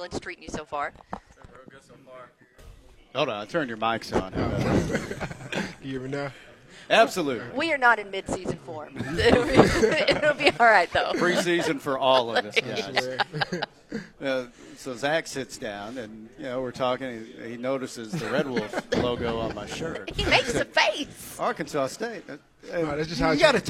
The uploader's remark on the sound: The Workday Redzone from Sun Belt Media Days. Live from Sun Belt Conference Media Days in New Orleans.